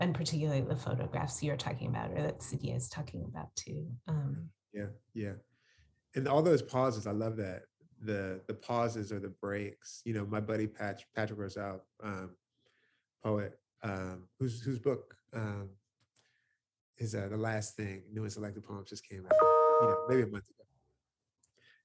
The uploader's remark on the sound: Recorded over Zoom